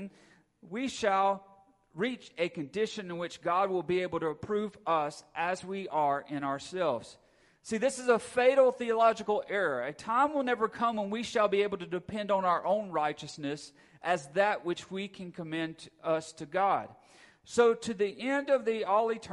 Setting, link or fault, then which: setting, large echoing room